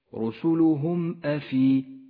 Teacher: المثال التالي على حكم الإظهار الشفوي في قوله تعالى: قالت رسلهم أفي الله شك، رسلهم أفي، الميم الساكنة وبعدها حرف الهمزة وهو من حروف الإظهار الشفوي، تظهر الميم وما بعدها من غير غنة